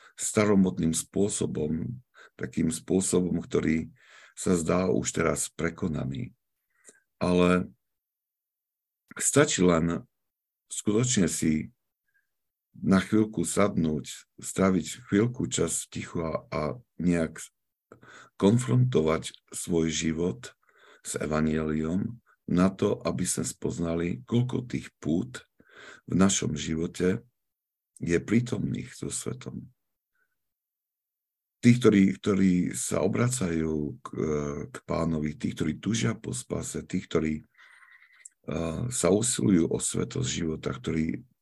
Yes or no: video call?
yes